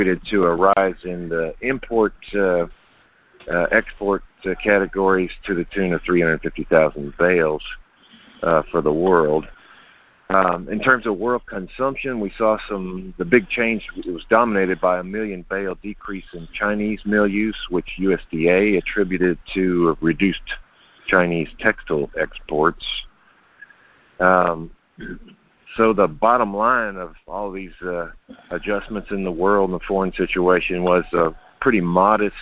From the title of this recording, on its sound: Monthly Conference Call